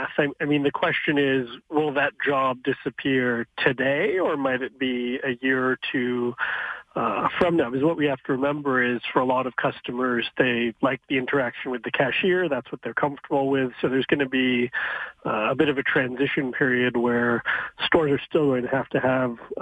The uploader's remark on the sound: Then the phone lines were opened to hear what you had to say.